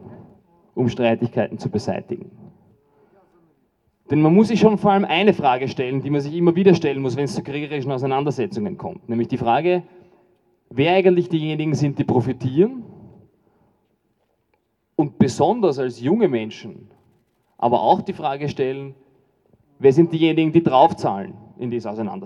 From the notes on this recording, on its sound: O-Ton. Kundgebungen gegen Putins Krieg gegen Menschen in der Ukraine in Wien 2022.